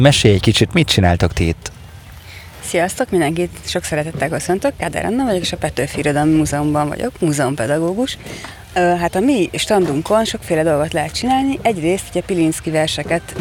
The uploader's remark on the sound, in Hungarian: A Beat rádió kitelepült a 2021-es Művészetek Völgye Összművészeti Fesztiválra. Sok-sok fesztiválozóval.